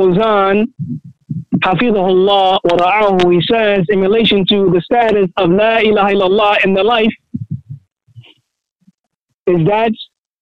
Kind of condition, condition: link, phone line